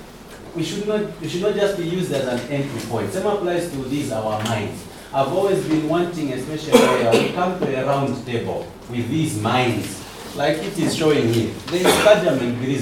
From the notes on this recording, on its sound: You’ll hear recordings from a few moments during our time at the Town Hall Meeting in Lufwanyama, Zambia focused on mining, natural resources and extractivism.